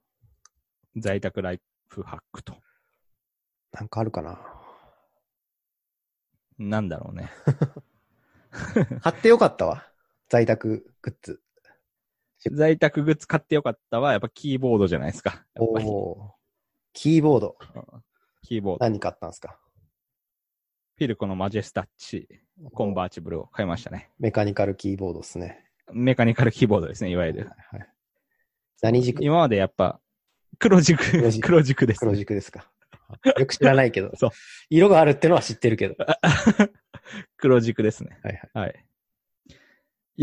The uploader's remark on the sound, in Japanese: 久しぶりの収録はzoomでリモート収録。ヘッドセットだと音質微妙だったのでコンデンサマイクで撮るようにしました。